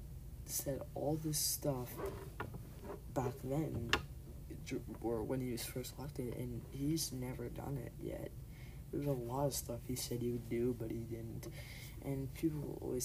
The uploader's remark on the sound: Pls turn up volume. Turn up volume my mic was low volume for some reason?